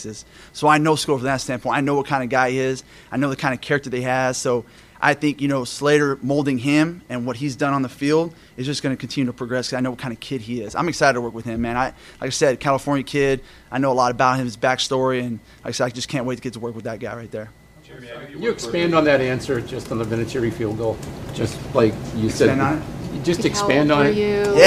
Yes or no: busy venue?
yes